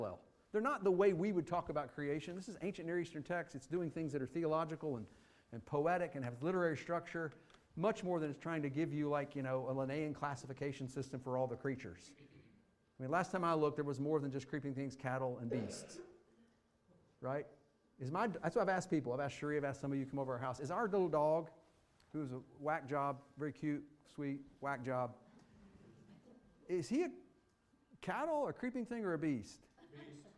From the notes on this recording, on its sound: Fuquay-Varina church of Christ sermon audio from Sunday, March 5, 2023.